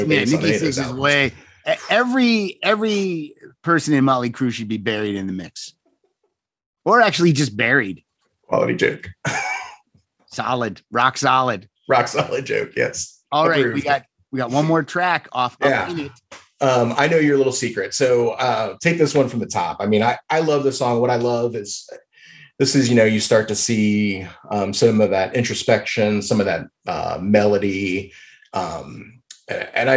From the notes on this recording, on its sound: to the Zoom Room